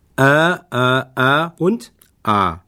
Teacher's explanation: Deutlich hörbar unterscheidet sich das A, A in der Art, wie lang und offen das A betont wird. · Term: schwäbischen A